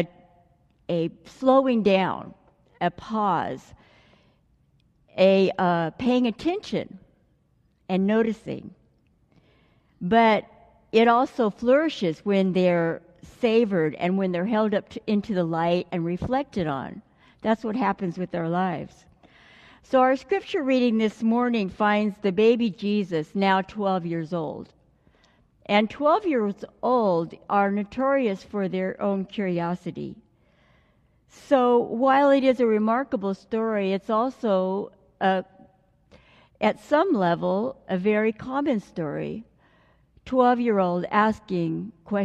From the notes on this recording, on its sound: delivered during the Traditional Worship service